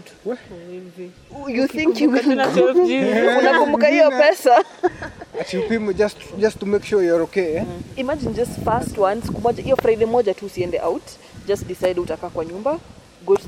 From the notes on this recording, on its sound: Sorry for the wind we tried to manage it this was the best we got out of it